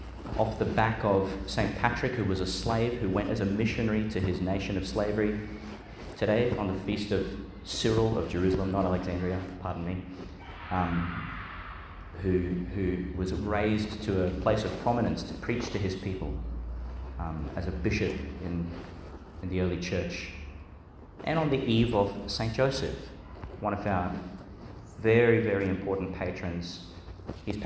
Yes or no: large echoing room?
yes